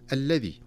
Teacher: ولا نقف عند اللام المشددة فيها زمنا طويلا، وإنما نحقق الشدة تحقيقا طبيعيا واضحا